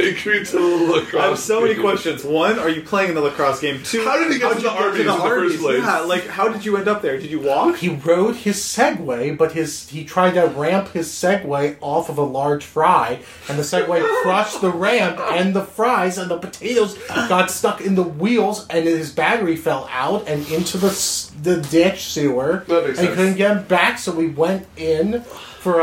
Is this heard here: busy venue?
no